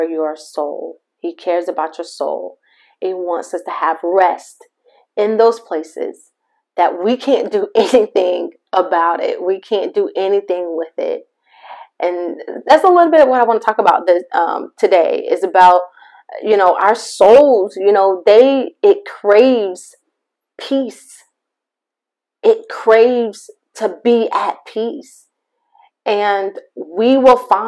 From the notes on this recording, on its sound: MY APOLOGIES FOR THE MIC QUALITY!